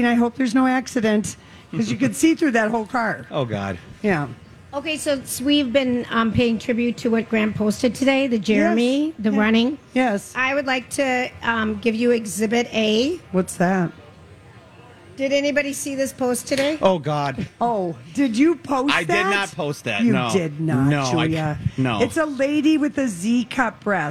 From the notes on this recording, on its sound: LIVE from the Minnesota State Fair.